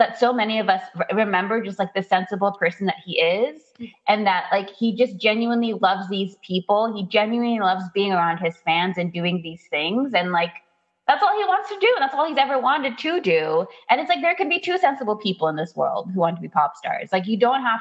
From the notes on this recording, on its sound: We would apologize for the technical glitches